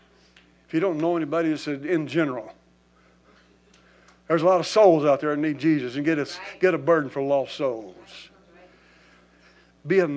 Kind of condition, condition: setting, large echoing room